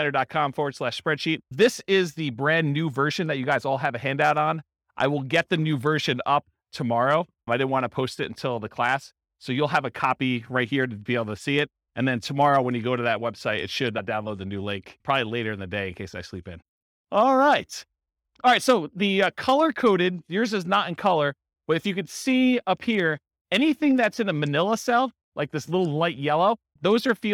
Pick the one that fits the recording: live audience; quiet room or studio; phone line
live audience